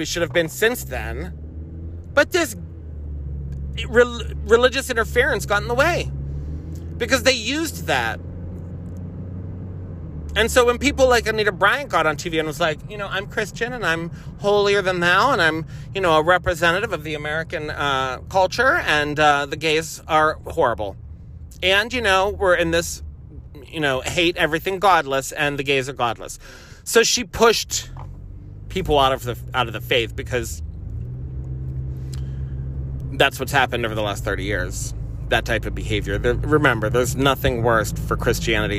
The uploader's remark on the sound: I'm driving (the phone was appropriately placed, and I was talking as though you were in the car).